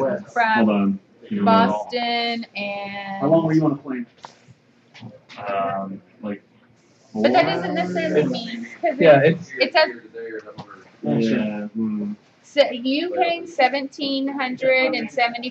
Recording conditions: busy venue